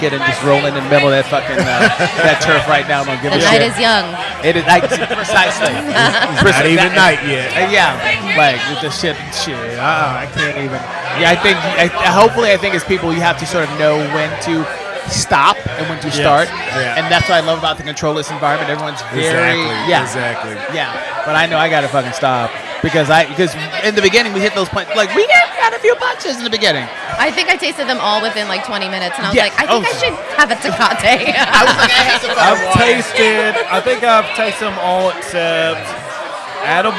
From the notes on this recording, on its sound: Live at the Punch Party. Getting the opportunity to record at this community event.